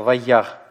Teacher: конечный алиф, видите, он у нас выпадает из произношения, потому что при нем нет никакой гласной. Слово заканчивается.